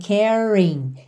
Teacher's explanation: Ou seja, aqueles R's que não são de ligação numa próxima vogal, por exemplo, caring, não tem como não enrolar, porque ele está juntando o A no I